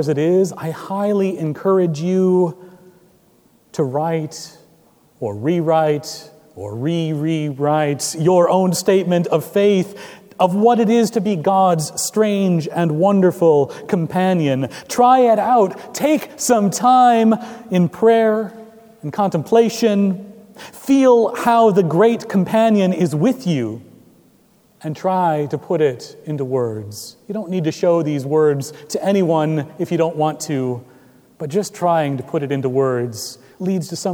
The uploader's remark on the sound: Recorded May 28, 2017 at Trinity Presbyterian Church in Bixby, Okla.